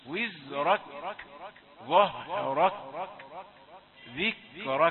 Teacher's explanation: ورفعنا لك ذكرك، ذكرى الراء مفخمة، ذكرك، نعود لتلقيق الكاف ونلاحظ الهمس في الكاف في ظهرك من أول السورة